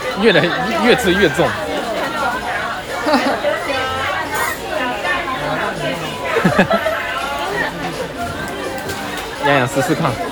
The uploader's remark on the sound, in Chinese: 屋外実況。台湾西門町のドンキホーテ店で実況してみた！唐吉哥德西門店現場實況收音。